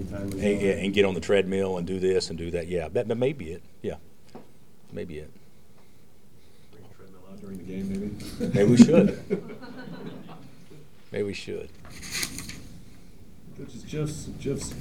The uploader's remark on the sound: Press Conferences & Post-Game Interviews